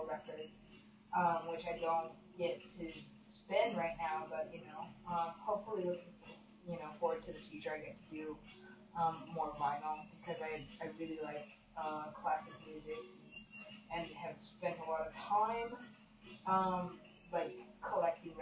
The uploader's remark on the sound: Super quiet audio - sorry about that.